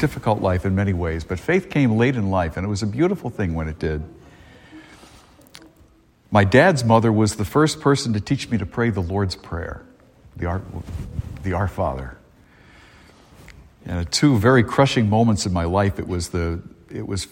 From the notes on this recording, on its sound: A homily delivered at Star of the Sea Church in Salisbury, Massachusetts